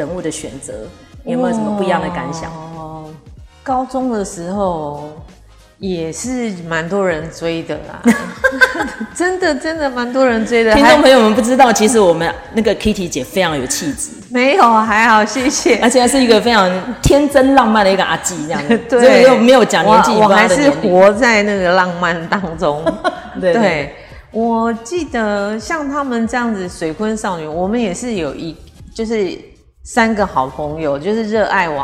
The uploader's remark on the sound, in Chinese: 本次錄音地點是社區健身房(空曠音請包涵)。